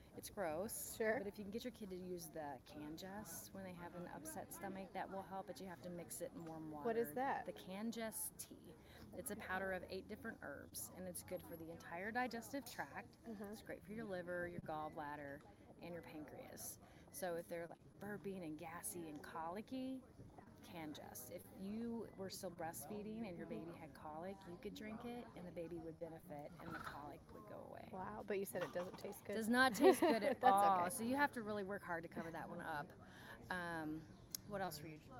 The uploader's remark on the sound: on location at Goody Farms in Joplin, MO